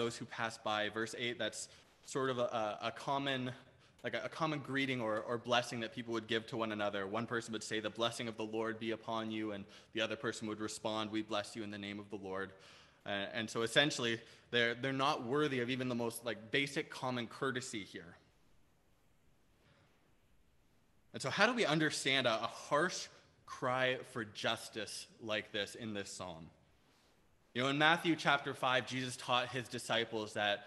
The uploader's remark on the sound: Preached on August 8, 2021 at Liberty Grace Church